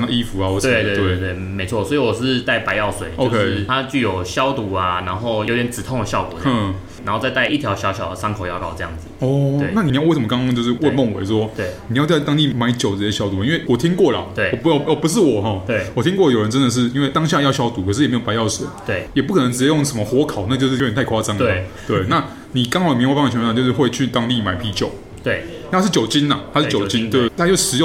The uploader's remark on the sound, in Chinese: 本集白噪音指數：蚊風級 1/5。錄音地點： 齊客咖啡 The Gathering Cafe。